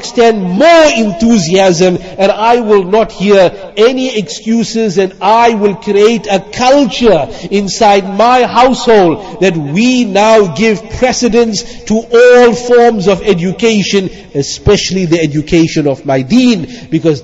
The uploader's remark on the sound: Jumuah lecture